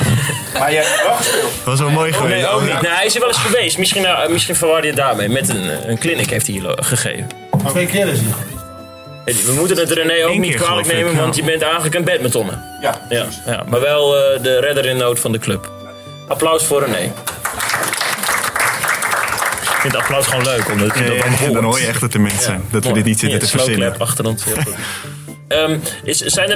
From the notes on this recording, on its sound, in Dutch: Live vanuit Drenthe. In de kantine van de club van host. HVC, wordt de vierde podcast van het tweede seizoen van Spielmacher opgenomen.